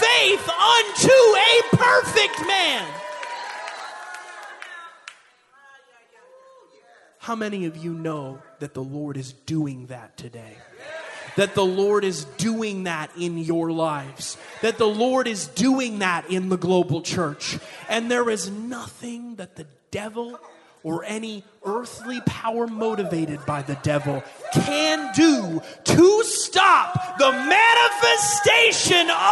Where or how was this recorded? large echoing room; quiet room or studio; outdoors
large echoing room